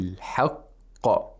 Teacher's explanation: we have to pronounce qaf with tafkhim at the second lowest level or the fourth level. We have five levels.